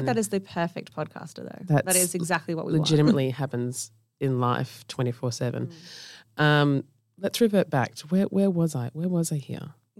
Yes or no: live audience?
no